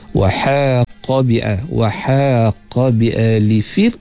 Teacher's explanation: nipiskan pada ra' mati sebelum dia berbaris kasrah. Fir'au, dengan cara kita buka sikit mulut, kita senyum sikit, buka itu, buka mulut kita itu, fir aun nasu'ul azab.